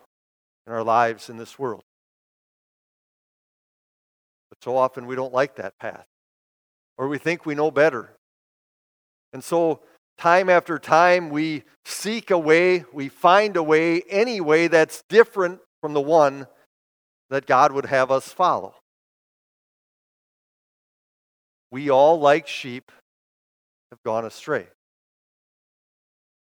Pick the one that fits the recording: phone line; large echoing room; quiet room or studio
large echoing room